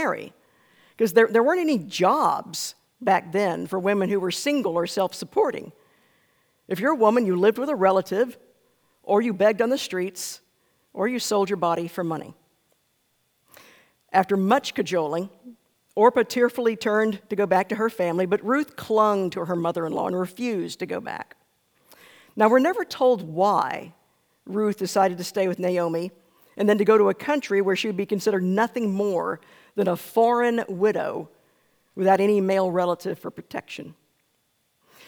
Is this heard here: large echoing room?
yes